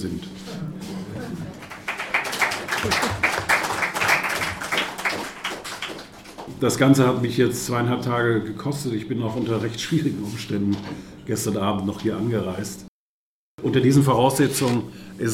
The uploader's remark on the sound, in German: auf der Jahrestagung des BPE